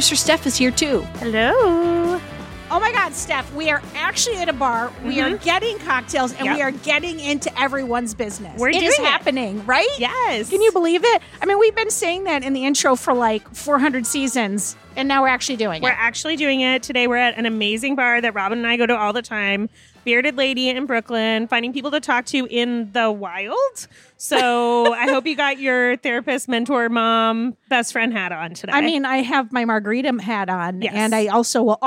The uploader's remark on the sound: Take the show to a bar for live questions from folks with problems enjoying cocktails.